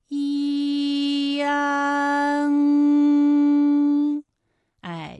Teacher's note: 哎，我把这个过程当中啊，给大家发的细一些，大家可以仔细听我的发音哈，从前啊开始，安，哎，我发的比较慢，那实际我们发安的时候呢，不用这样的慢哈，让你感受到啊到呢的一个变化，直接我们发出安就可以了。那最后这个声音呢，是从鼻腔里发出的，大家可以跟我练一组例词啊。参战、参战，反感、反感，烂漫。烂漫。好，下面呢，我们来发一安的发音。发音的时候呢，从前高不圆唇元音一开始，舌位向前低元音啊的方向滑降，舌位只降到半低前元音 i 的位置就开始升高。发 i 后，软腭下降，逐渐增强鼻音色彩，舌尖迅速移到上齿龈，最后抵住上齿龈，做出发鼻音呢的状态。